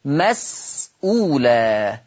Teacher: السين ساكنة وما بعدها الهمزة، فقرأت بالتحقيق